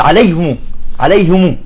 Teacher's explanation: بيأكل الهاء مع الميم بيدخلهم مع بعض، فهون عم يقول لك المفروض أنه يعني يكون الإظهار تام.